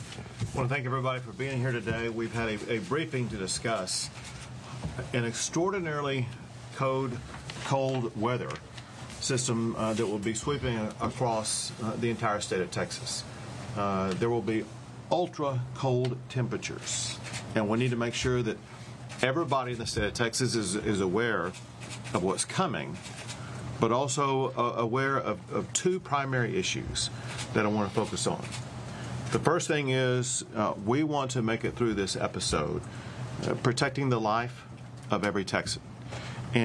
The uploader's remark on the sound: KRLD streamed live the press conference in Austin.